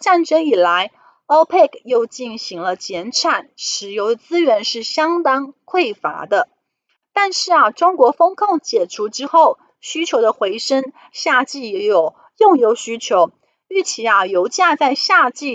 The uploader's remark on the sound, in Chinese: 本集有些許雜音，已亟力避免，如有察覺請多多包涵。